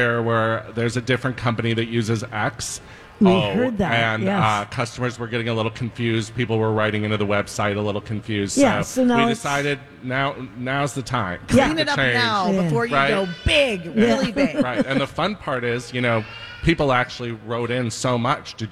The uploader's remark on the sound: Live form the Galleria